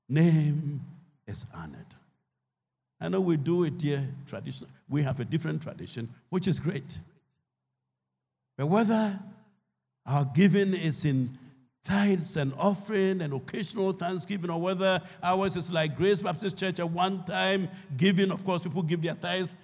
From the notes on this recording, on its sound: Sermon preached at CBC Shiashie Campus